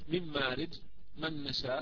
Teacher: هنا في غنة مطولة لأنه إدغام بغنة · Term: الإدغام الكامل بغنة